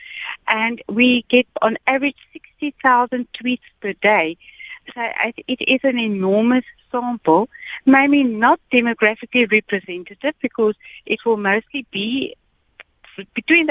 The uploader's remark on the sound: we are joined on the line